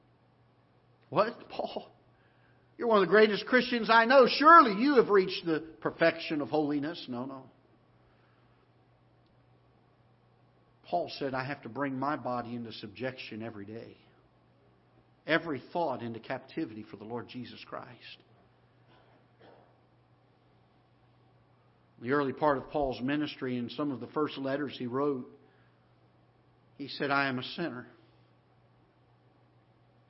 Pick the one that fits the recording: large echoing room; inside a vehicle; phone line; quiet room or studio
large echoing room